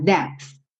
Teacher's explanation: então você fechou a boca, né, lábio com lábio no P e já vai pro TH.